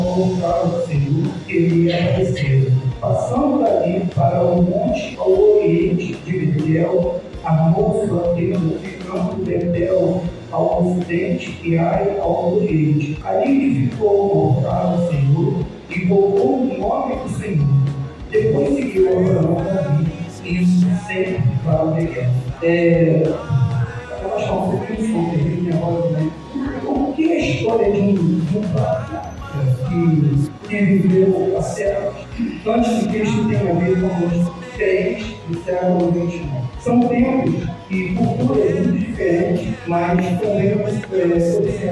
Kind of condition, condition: fault, poor sound quality